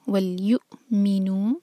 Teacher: وَلْيُؤْمِنُ، یا کے بعد جو واو ہے اس کے اوپر ہے حمزہ، تو واو کینسل ہو گیا، یا کو حمزہ سے جوڑیں گے اور کٹ آف ساؤنڈ